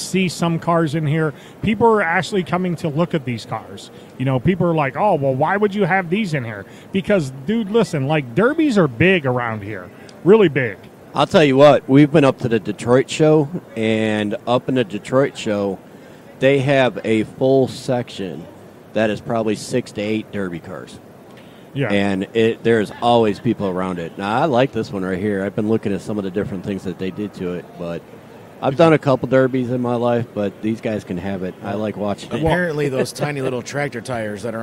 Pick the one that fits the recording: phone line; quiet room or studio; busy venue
busy venue